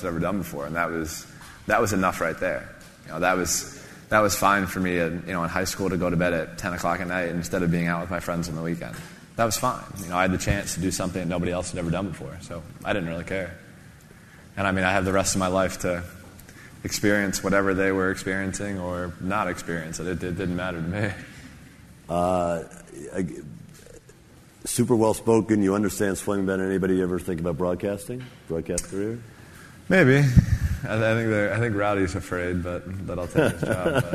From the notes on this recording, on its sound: In this special episode, we broadcast an interview that took place at the 2016 Forbes 30 Under 30 summit in October. Takes questions from the audience.